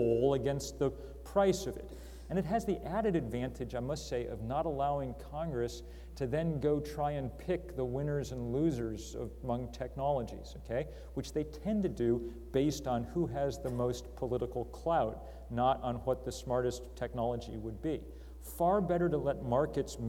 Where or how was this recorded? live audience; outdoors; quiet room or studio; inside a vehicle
live audience